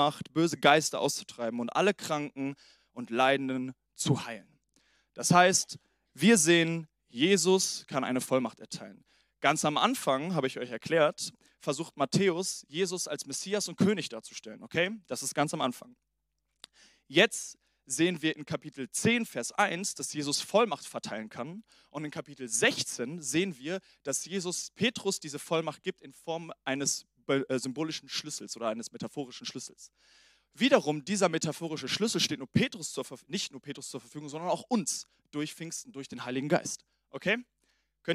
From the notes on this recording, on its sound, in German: Sonntagspredigt aus dem Standort Bochum.